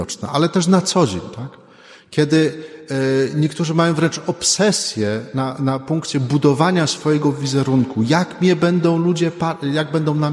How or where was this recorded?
large echoing room